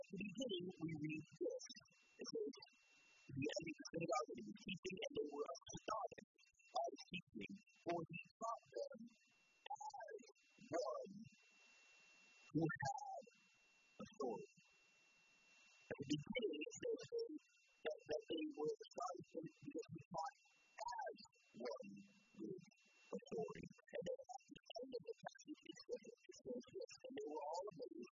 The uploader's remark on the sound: We apologize for the low sound quality, we had technical difficulties.